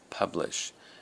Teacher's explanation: the emphasis is on the first syllable, the pub